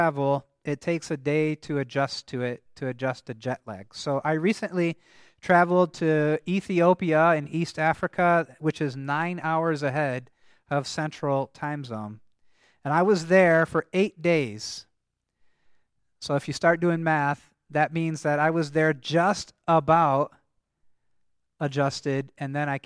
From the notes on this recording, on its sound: the service at Grace Evangelical Lutheran Church, Lexington, MO on November 26, 2023